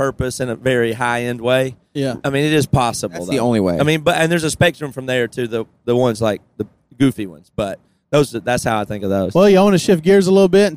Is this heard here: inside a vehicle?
yes